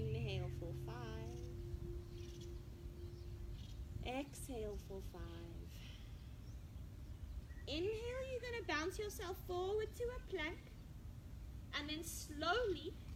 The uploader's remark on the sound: recorded live and outdoors.